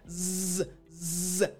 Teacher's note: I want you to think about putting your tongue, Z, Z, right behind your front teeth. And you're going to vibrate. Zzz, zzz. Now, you can close your teeth together. · Term: Z sound